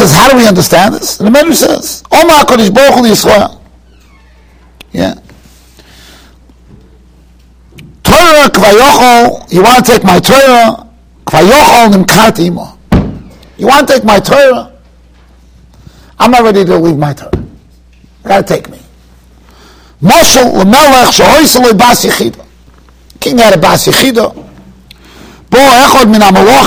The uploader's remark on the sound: Shiur recorded in Yeshivas Ohr Reuven, Monsey, NY.